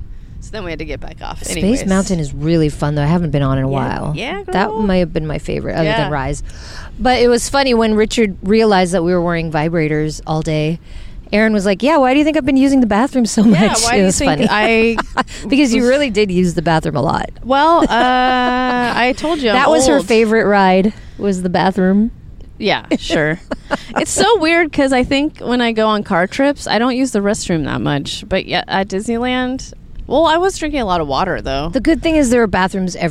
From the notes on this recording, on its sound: we're on location in sunny Sunset Beach, CA